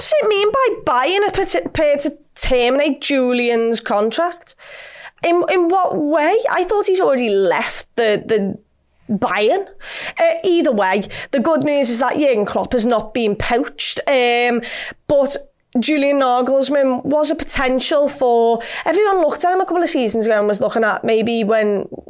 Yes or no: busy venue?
no